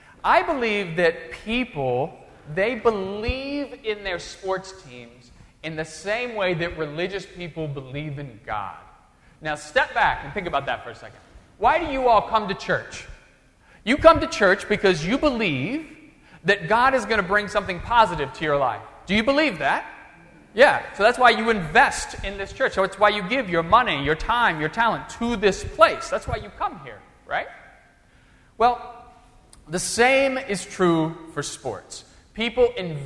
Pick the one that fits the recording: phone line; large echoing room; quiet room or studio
large echoing room